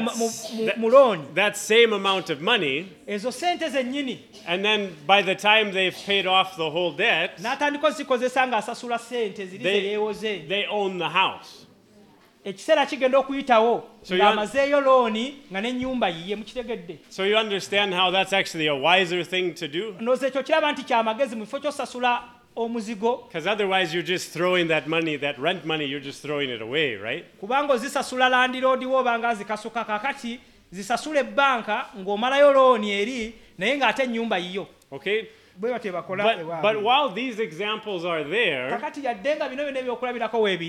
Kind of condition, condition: setting, large echoing room